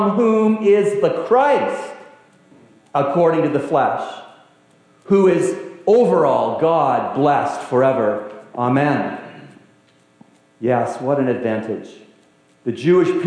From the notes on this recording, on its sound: We had some Audio Issues with this one